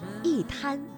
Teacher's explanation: 因为一摊当中的摊是阴平字，也就是一声字，所以呢，我们应该读去声